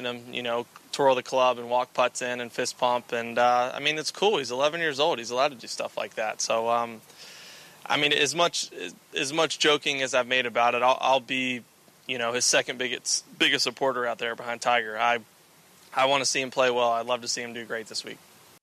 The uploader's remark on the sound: broadcasts live from the PGA Tour Superstore